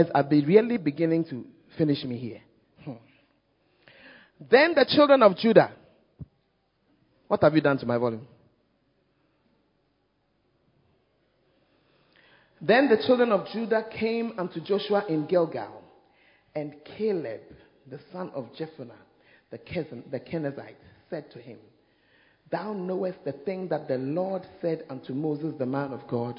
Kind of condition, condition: setting, large echoing room